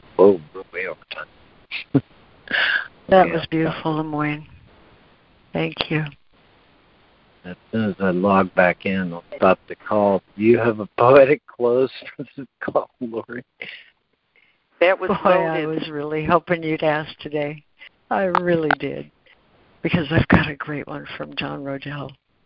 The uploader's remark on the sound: ACIM Daily Conference Call